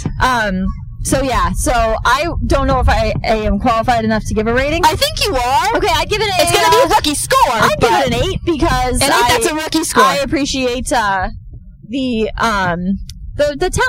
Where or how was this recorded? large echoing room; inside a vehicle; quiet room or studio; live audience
inside a vehicle